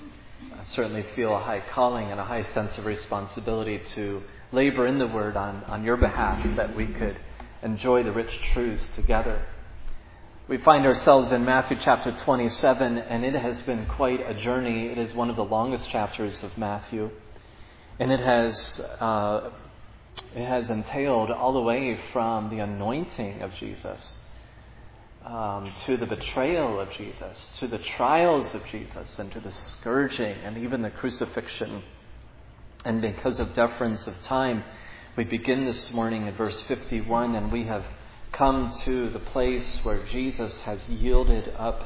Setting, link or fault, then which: setting, large echoing room